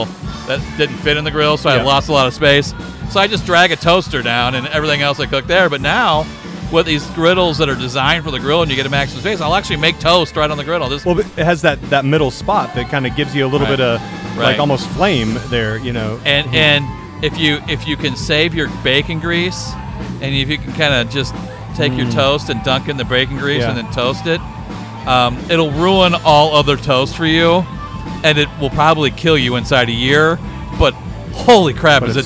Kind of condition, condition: setting, busy venue